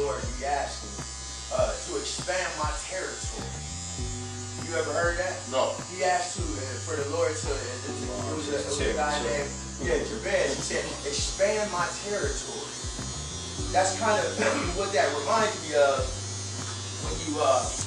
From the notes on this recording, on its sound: Live from cullers barbershop